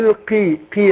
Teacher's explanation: القاف مكسورة برضو هتاخد أدنى درجات التفخيم. هي ما حرف مستعلي من حروف الاستعلاء.